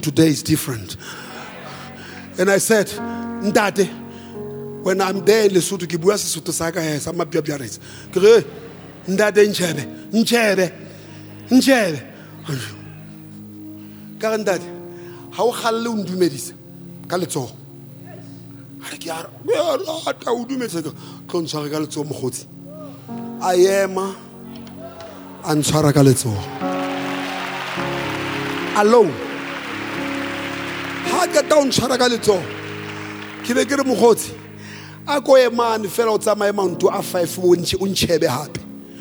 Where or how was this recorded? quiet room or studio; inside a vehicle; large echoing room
large echoing room